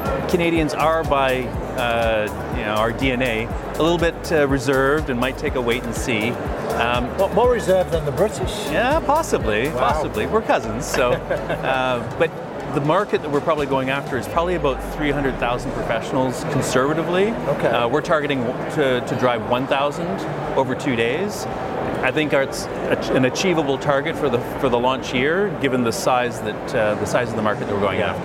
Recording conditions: busy venue